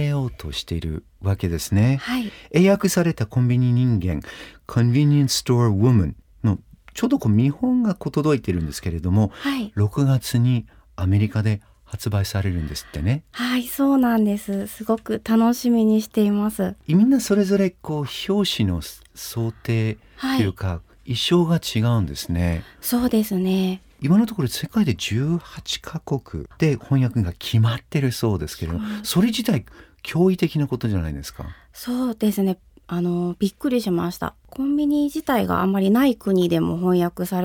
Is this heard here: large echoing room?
no